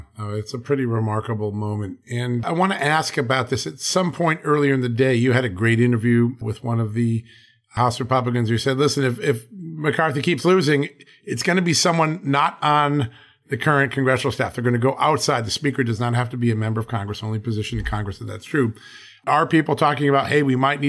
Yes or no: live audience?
no